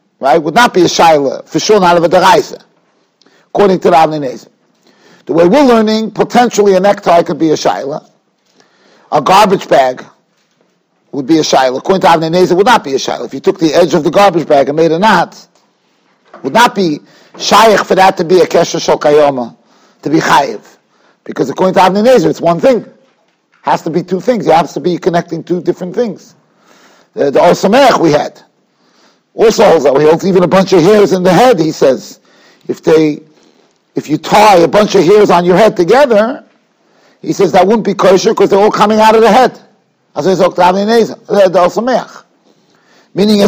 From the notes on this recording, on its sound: Shiur recorded in Yeshivas Ohr Reuven, Monsey, NY.